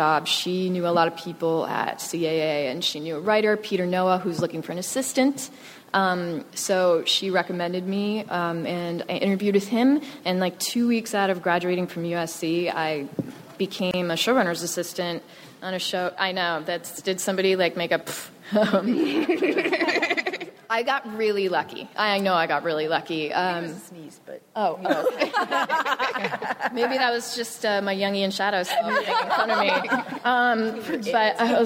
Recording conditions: busy venue